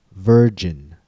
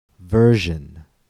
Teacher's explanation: the way that we stop the air on j and let the air flow continuously on zh